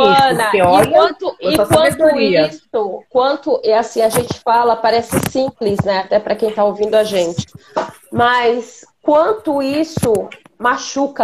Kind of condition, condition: link, video call